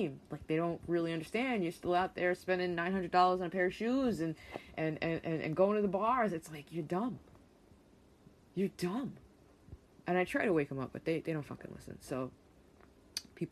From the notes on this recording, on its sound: Sorry ahead of time for the background noise during this episode, I always forget to turn stuff off!